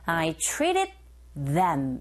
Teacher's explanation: 안 들린다라기보다는 변합니다, 소리가. 플랩 현상에 의해서 T 사운드가 R 소리에 가깝게 들려지게 되고요. 끝에 ED 같은 경우에는 이런 식으로 받침 소리처럼 들리거든요.